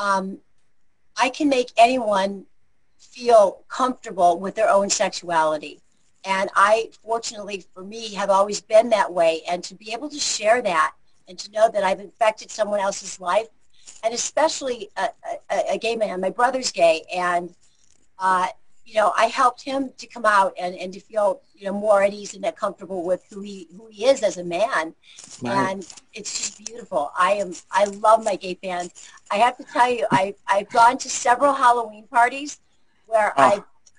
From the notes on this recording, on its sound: I know you will enjoy this Zoom Show.